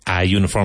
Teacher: And you might say, but U, the letter U is a vowel. Yes, but in this case, it's not a vowel sound. It sounds more like a Y, which is a consonant.